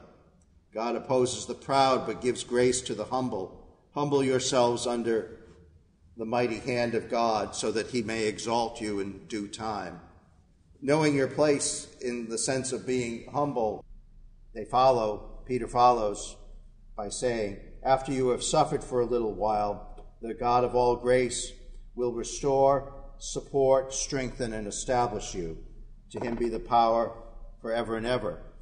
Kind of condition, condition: setting, large echoing room